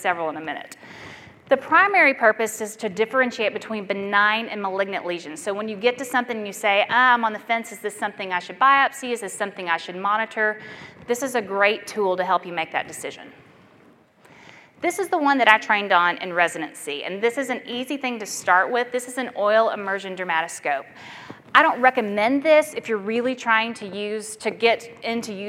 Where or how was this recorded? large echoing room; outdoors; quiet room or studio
large echoing room